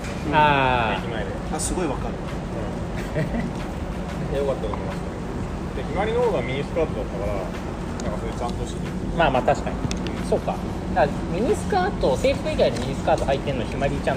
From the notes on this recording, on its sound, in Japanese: 土砂降りのなかで録音したので音悪いです